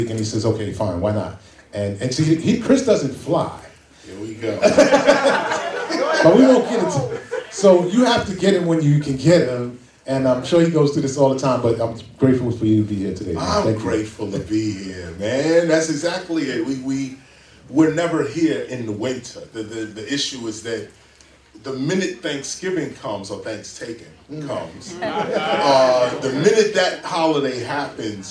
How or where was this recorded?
live audience